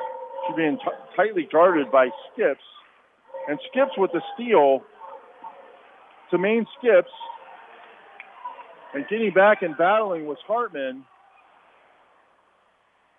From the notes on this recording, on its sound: The full play-by-play broadcasted live. From the "Thunderdome". This podcast episode was created to document what looks like the last home court game at TMHS. KINY's live basketball coverage.